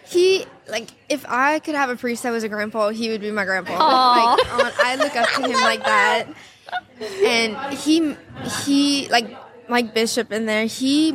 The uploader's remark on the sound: Live from Steubenville South